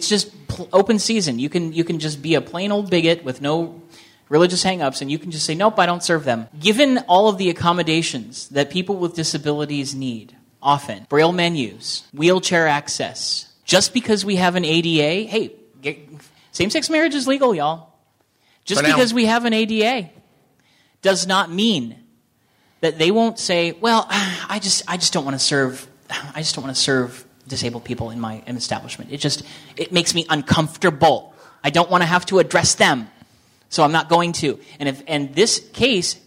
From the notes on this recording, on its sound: a recording of an advocacy panel discussion, held at the Convention in Schaumburg, Illinois.